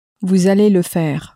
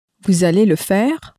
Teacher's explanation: Let's turn that into a question by raising the intonation at the end of the sentence · Shown in: second take